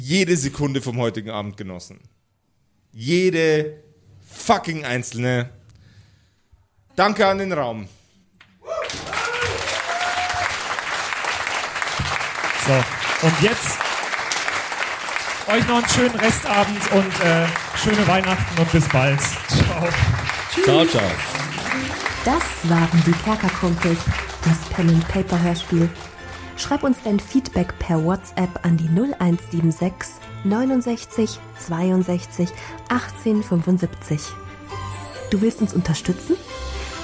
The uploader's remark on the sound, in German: Diesmal aber erstmals LIVE vor Publikum bei unserer Aufnahme in Nürnberg.